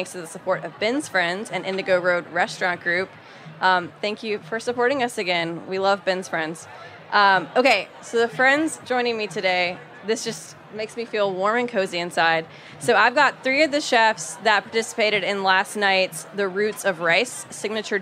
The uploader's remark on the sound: At Charleston Wine + Food 2022. At a family-style dinner during the Charleston Wine + Food Festival, chefs came together to create a meal.